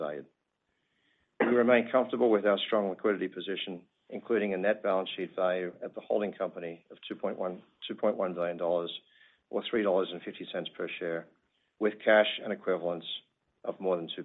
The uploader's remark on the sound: Earnings Conference Call